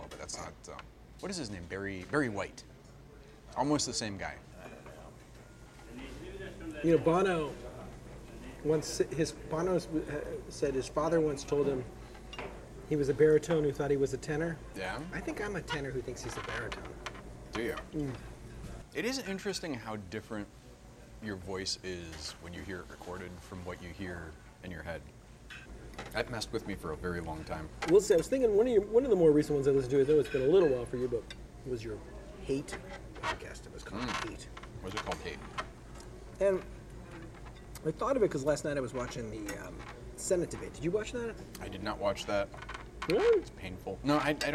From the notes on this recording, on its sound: A nice lunch and walk-and-talk conversation. Apologies for the background noise and inconsistent levels. I tried to clean everything up as much as possible but it was shockingly hard and time consuming.